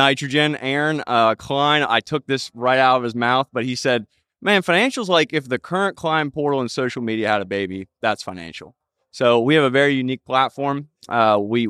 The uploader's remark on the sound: A conversation recorded live from the Fearless Investing Summit.